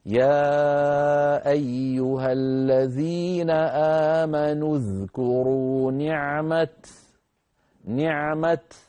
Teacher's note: فإذا وقفنا عليها اضطرارا أو اختبارا، لا نتعمد الوقف، لكن إن وقفنا اضطرارا أو اختبارا نقف بالتاء المبسوطة هكذا، يا أيها الذين آمنوا اذكروا نعمة بتاء مبسوطة ساكنة، هكذا نقف عليها.